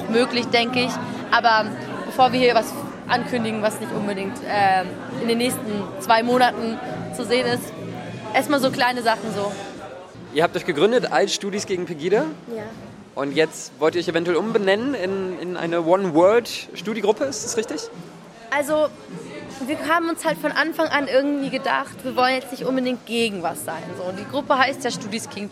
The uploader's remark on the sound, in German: Zwei der Veranstalterinnen zeigten sich im Nachhinein beeindruckt von den Vorträgen und dem riesigen Publikum. RDL war vor Ort und hat die beiden nach der Veranstaltung interviewt sowie die Beiträge derjenigen aufgenommen, die ins Finale des Poetry Slams kamen.